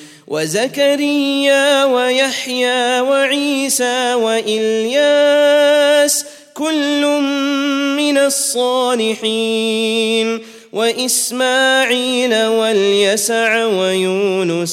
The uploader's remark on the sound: at the Houghton Masjid (West Street)